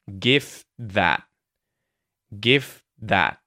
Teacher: You'll hear gift that, gift that so I go into the T after I say the F sound, GIF, and I stop the airflow, and then I go straight into the TH sound at the start of the word that.